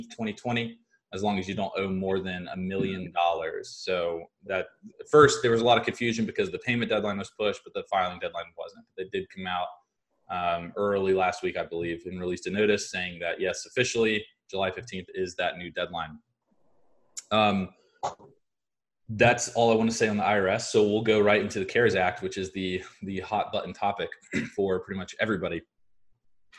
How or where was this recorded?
video call